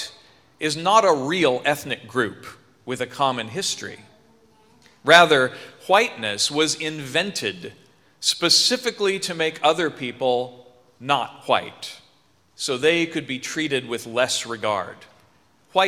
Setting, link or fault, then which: setting, large echoing room